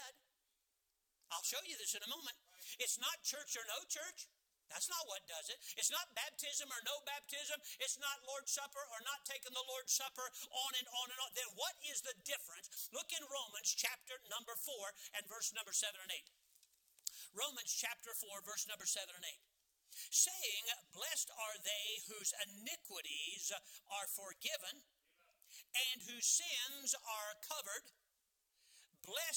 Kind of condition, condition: setting, large echoing room